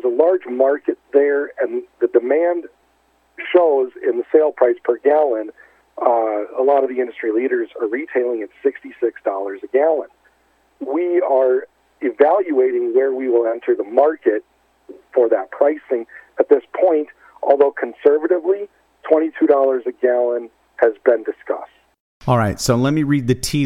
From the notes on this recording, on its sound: called in to SmallCapVoice